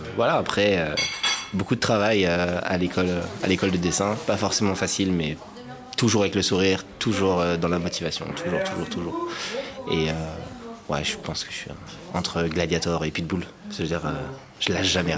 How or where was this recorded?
busy venue